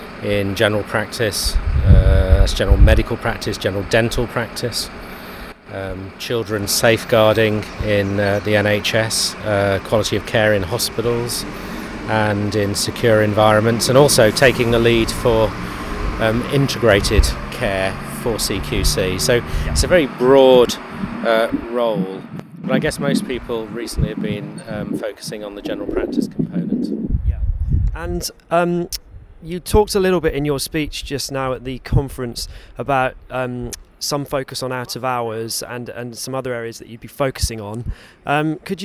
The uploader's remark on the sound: recorded at the National Association of Primary Care's annual Best Practice conference